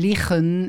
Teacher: De G in liggen en, en dat soort woorden, dat is een stemhebbende klank